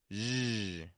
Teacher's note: It's got the voice of the J, and it's got the fricative movement of the SH.